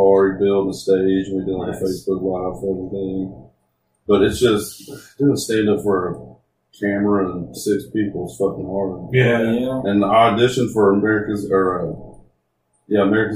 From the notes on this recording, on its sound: We were still new and forgot to select our mics through computer so the audio isn't the greatest.